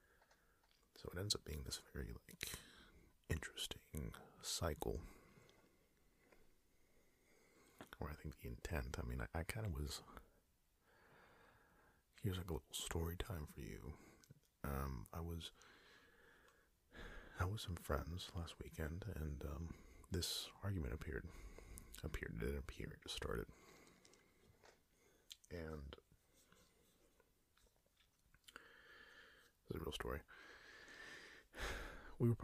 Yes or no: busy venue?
no